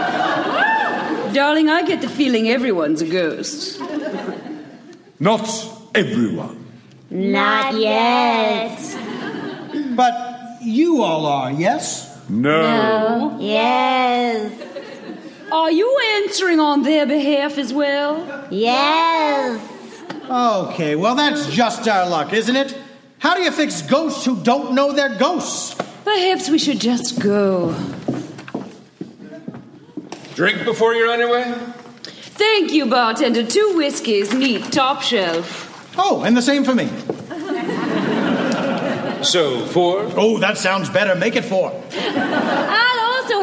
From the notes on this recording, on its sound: Recorded Live 5/23/2015 at the Opera House in Wellington, New Zealand.